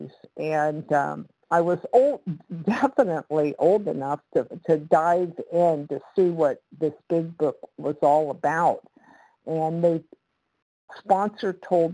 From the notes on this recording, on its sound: 100 Pounders Phone Meeting